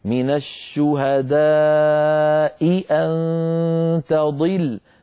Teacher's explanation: فنبين الهمزة الأولى من الهمزة الثانية · Term: بيان الهمزة